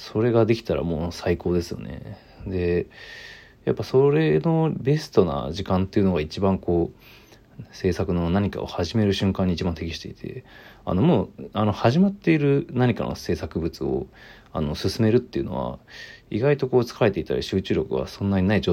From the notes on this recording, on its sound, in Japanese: ボイスメモです。